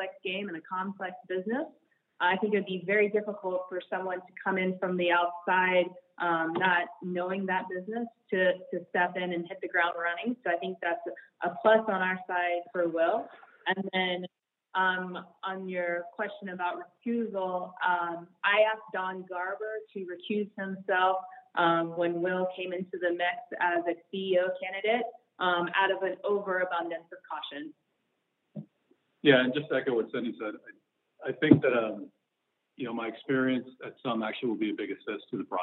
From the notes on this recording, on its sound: US Soccer Conference Call